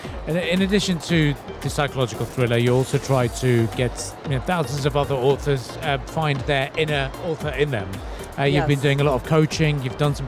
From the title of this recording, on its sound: Live from SIBF 2023